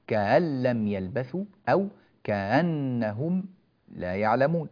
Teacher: يعني يجعل الهمزة بين صوت الهمزة وصوت أصل حركتها · Term: التسهيل